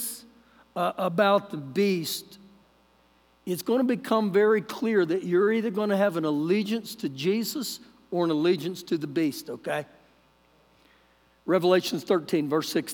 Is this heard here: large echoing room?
yes